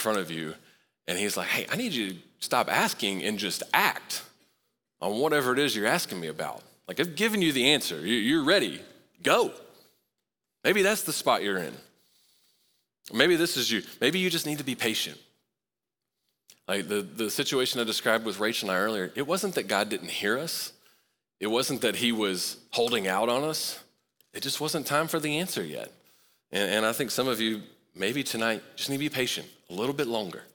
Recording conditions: large echoing room